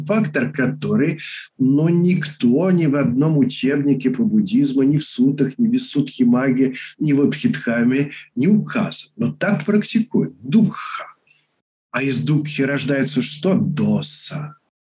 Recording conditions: video call